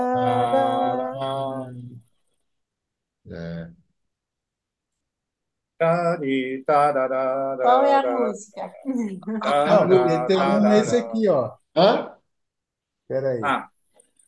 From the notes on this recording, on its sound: zoom meeting